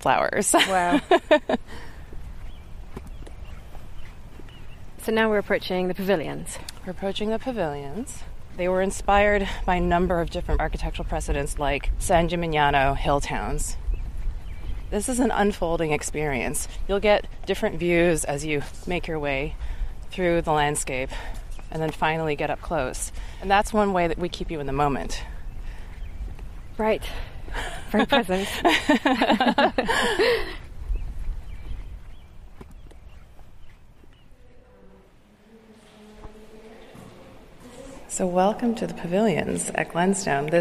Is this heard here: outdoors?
yes